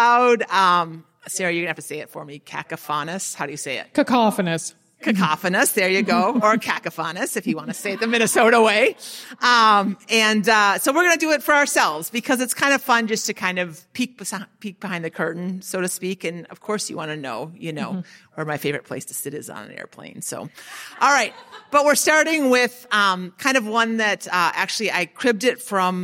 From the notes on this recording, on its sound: Live from the Portland Retreat! In front of a live audience at the Portland Retreat.